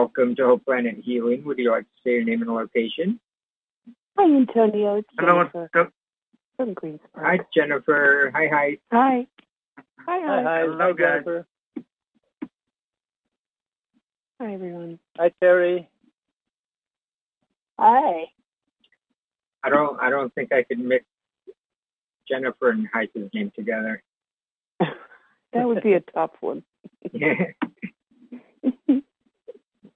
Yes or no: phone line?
yes